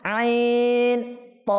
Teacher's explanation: আচ্ছা তটা হরফে মুস্তালিয়া, কি আমরা বলেছিলাম হরফে মুস্তালিয়া কিভাবে পাঠ করতে হবে? মোটা করে পাঠ করতে হবে